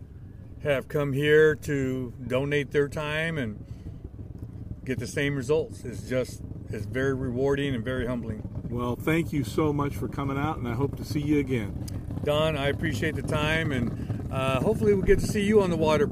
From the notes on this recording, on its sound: Live at C.A.S.T for Kids Hagg Lake Gaston Or. We are live at 2022 C.A.S.T for Kids event. It was held at Hagg Lake Gaston Or.